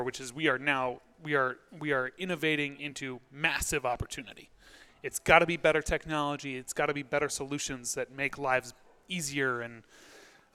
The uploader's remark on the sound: Recorded at Pickering Energy Partners' PEP Rally: Capital Formation